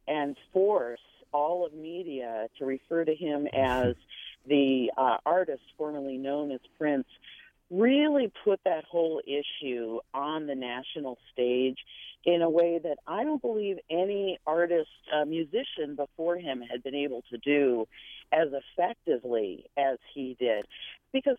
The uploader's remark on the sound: a host of fans, friends and crew calling in to share their memories